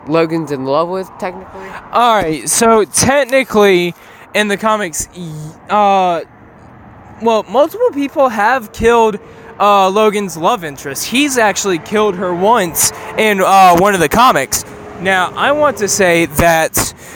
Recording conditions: outdoors